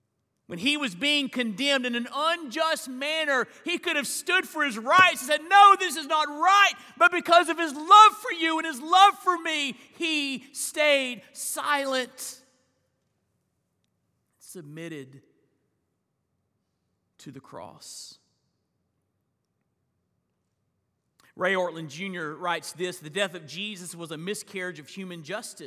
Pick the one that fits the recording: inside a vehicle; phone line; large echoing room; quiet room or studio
large echoing room